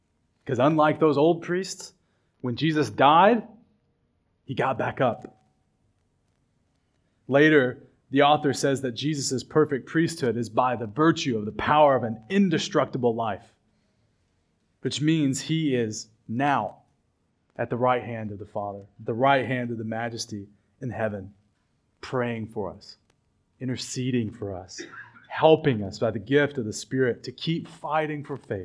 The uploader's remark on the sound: at River City Baptist Church, a new congregation in Richmond, Virginia.